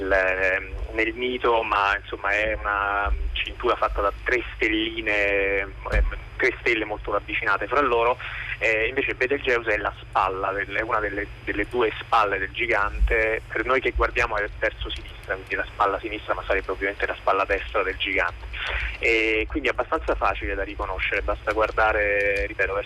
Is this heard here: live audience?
no